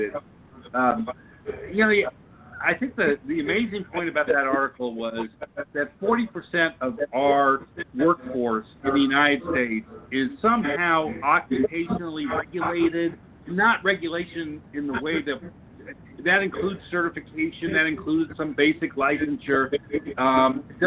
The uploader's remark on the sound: This is a special live episode held during the annual Association for Conflict Resolution (ACR) conference.